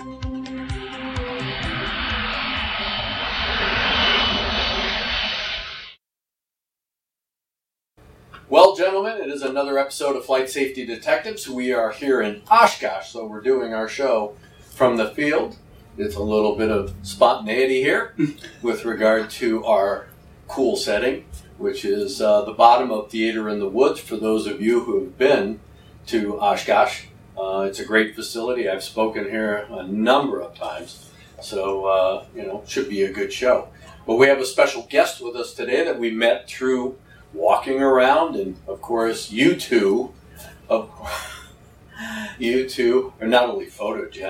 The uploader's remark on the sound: Live from OshKosh